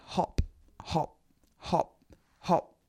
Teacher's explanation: But I want you now to say hop, hop, hop, hop, and hold your hand in front of your mouth. You won't feel any air coming out.